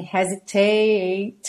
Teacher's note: esse tate ganhou aí um peso extra